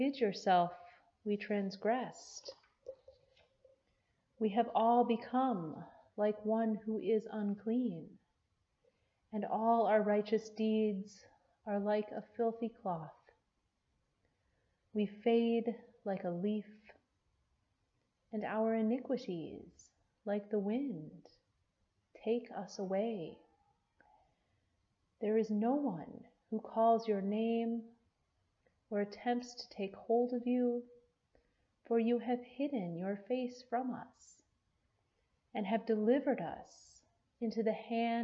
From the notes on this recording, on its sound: Preached at Peace Lutheran Church, Edgemont, AR.